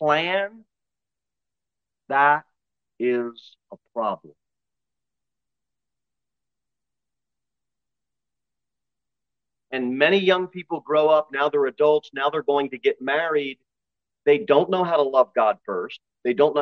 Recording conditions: large echoing room